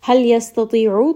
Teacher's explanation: Hal yastati'u, ta is going to be heavy. Ayn is going to be from the middle of the throat. Li is a two count med.